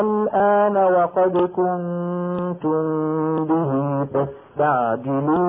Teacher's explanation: ان ابدل همزة الوصل ألفا، فعندئذ ينشأ عندي مد لازم